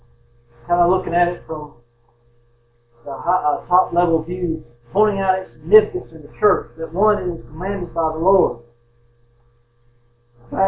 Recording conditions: poor sound quality